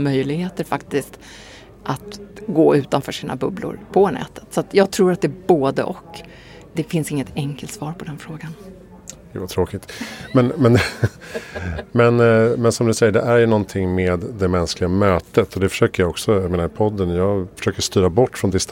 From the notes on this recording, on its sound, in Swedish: Inspelat på Epicenter Stockholm under SIME Conference